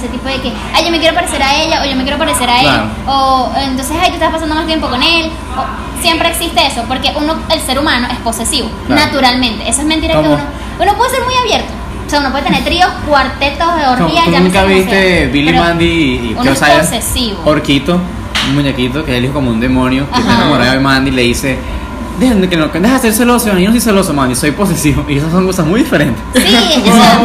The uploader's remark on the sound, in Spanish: Disculpen el sonido, el aire acondicionado no se callaba